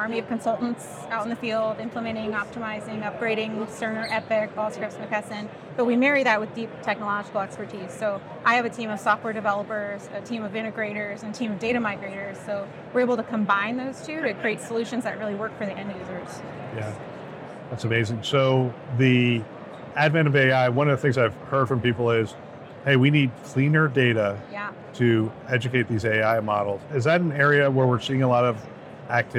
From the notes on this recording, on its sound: Interview in Action live from HIMSS 2023